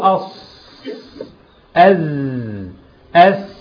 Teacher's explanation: صوت زائد يخرج من بين الثنايا وطرف اللسان صوت مثل صوت الطائر بيخرج ما بين الثنايا العليا والسفلى وطرف اللسان. · Term: الصفير